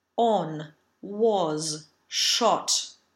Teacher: The words on, shot, and was all change from either the upside down V, was, or the dark ah, on, shot, to the upside down dark ah